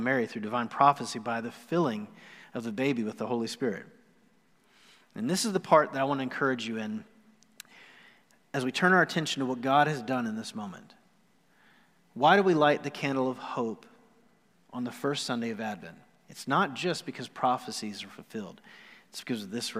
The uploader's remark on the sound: Recorded live on November 29, 2020.